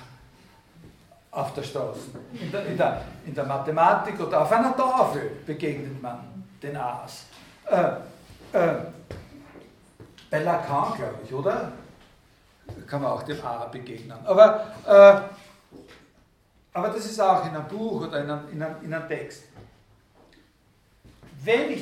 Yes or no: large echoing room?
yes